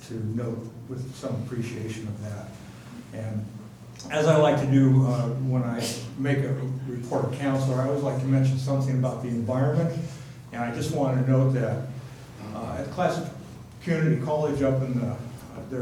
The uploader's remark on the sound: Live recording of the Astoria City Council Meeting